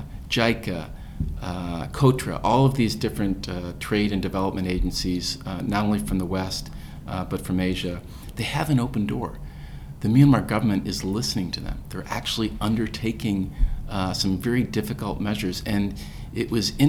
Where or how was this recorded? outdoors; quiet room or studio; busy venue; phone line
busy venue